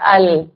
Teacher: दवाहिक से सनाया तक के मसूड़ों के साथ जब मिलती है तो लाम निकलता है, अल। आप फील भी करें, अल है ना, तो ये हो गया।